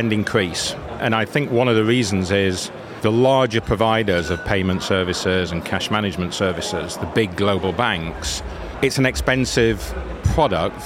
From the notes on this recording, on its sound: FinTech Connect, that took place at the Excel in London. We recorded a series of interviews from the Freemarket booth with a number of the speakers and attendees at the event.